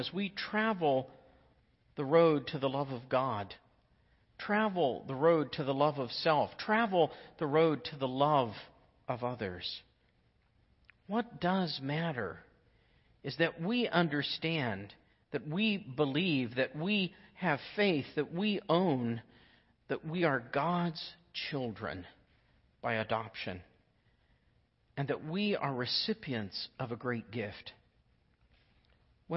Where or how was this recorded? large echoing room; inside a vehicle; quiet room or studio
large echoing room